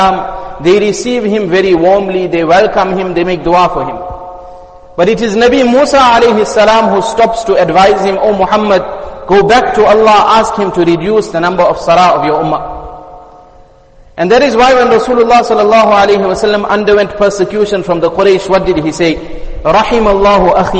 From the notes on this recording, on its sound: Jumuah Lecture Masjid us Saliheen